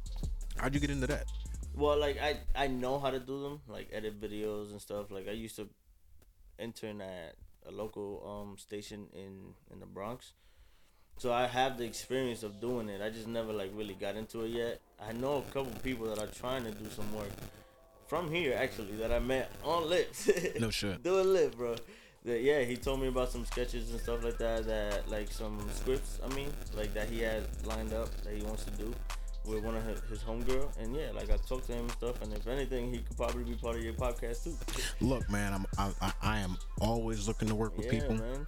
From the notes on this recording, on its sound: Due to some technical issues there is a little static during the recording. We addressed this issue AFTER this episode was recorded unfortunately!